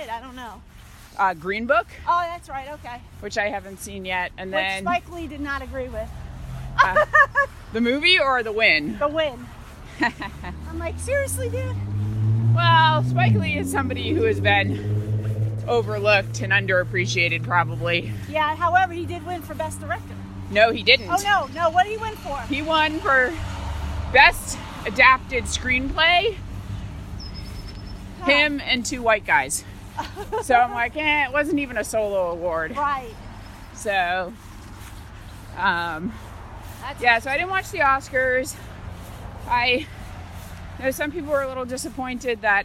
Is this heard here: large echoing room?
no